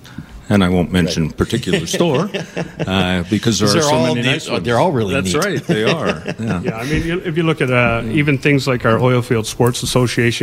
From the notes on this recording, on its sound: Join the show as we take you to Turner Valley and Black Diamond, live from the Eau Claire Distillery.